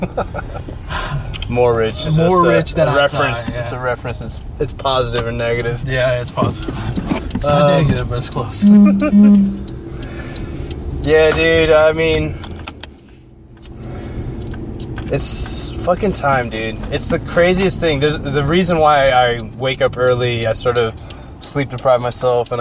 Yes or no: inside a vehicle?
yes